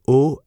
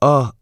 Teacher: drop your lower jaw slightly to say O as in do, and quite a bit more for a as in done